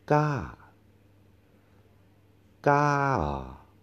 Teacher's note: the tone goes up a little bit and then falls down · Term: falling tone